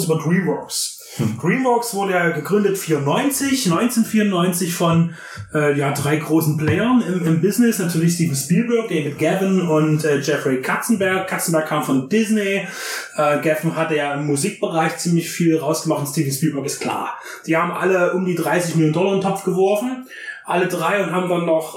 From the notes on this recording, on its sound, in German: Wir entschuldigen die schlechte Tonqualität (aber da war leider der Wurm drin).